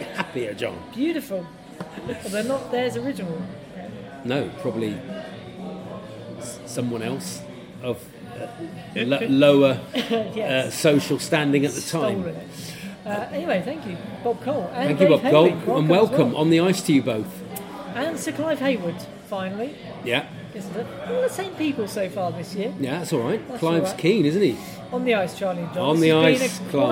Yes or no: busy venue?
yes